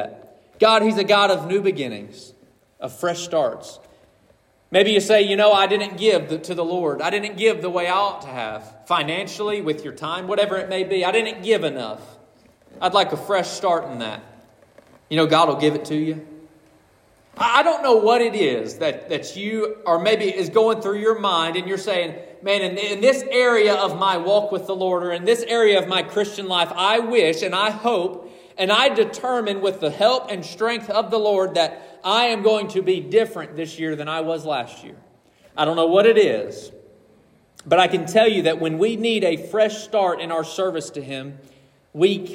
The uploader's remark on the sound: This message was preached on December 31, 2023.